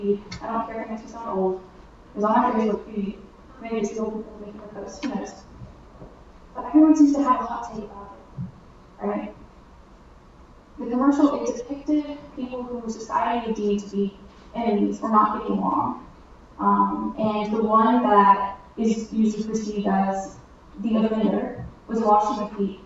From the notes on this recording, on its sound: We apologize for the audio quality, the connection was bad.